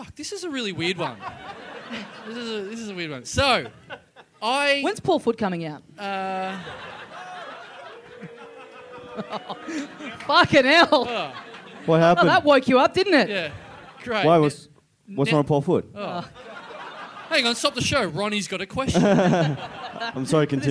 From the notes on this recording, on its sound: No Lights, No Sound. Recorded LIVE (barely) at the Sydney Comedy Festival.